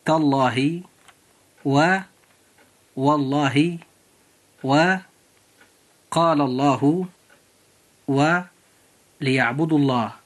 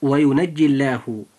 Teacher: نطق اللام الموجودة في لفظ الجلالة لها حالتان: الحالة الأولى تفخم بعد الفتح أو الضم، والحالة الثانية ترقق إذا كان ما قبلها مكسورا. والحالة الأولى مثل تالله ووالله وقال الله وليعبدوا الله، أي سواء كانت الفتحة أو الضمة متصلة بلفظ الجلالة أو منفصلة عنها. · Term: لام لفظ الجلالة